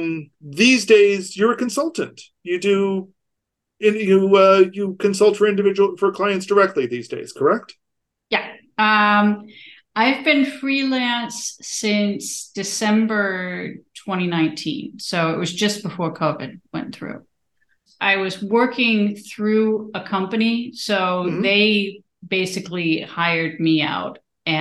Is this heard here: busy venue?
no